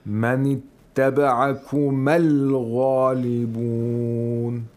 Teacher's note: the Hamzatul Wasl is not pronounced